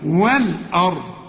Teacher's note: اللام التانية لام قمرية، ها مرسوم عليها السكون أظهرها